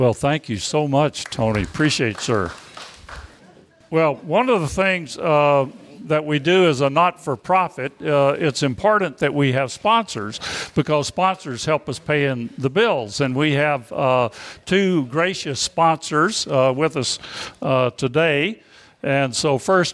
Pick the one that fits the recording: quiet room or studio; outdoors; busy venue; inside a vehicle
busy venue